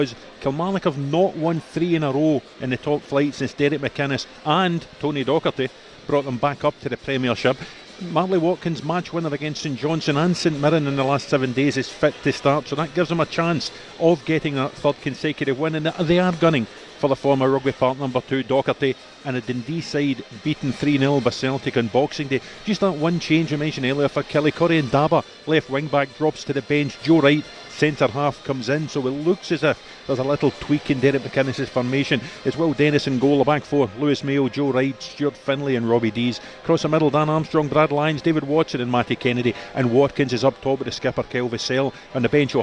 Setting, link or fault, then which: setting, busy venue